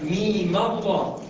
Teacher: الميم أهي آخرها ميم ساكنة التقت مع اللام الساكنة في لفظ الجلالة فتخلصنا منها من إيه؟ بالفتح